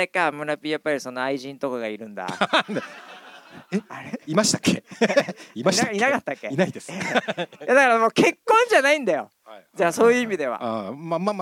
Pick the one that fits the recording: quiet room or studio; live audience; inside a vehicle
live audience